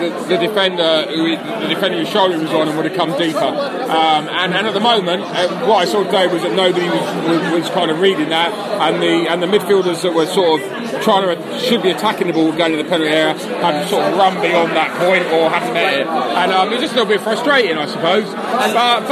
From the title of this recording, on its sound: post-match podcast from the pub